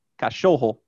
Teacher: the stress is on the second to last syllable. If it was on the last syllable, it would sound like cachorro. · Term: penultimate stress